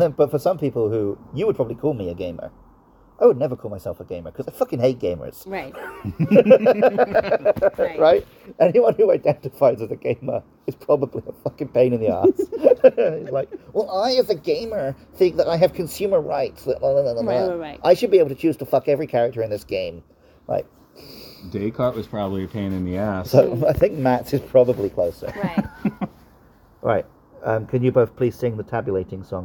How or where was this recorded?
outdoors